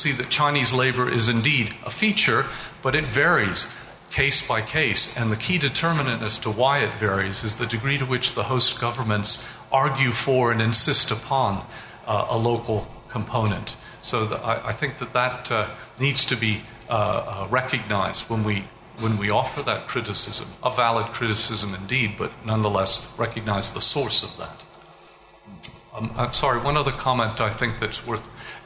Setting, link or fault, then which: setting, live audience